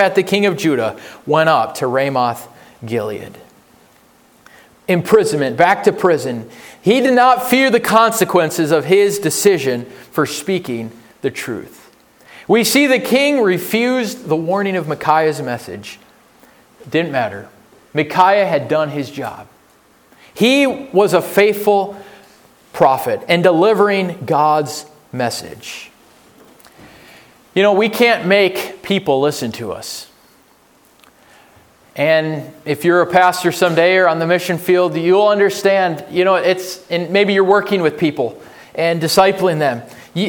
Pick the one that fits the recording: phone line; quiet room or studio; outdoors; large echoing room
large echoing room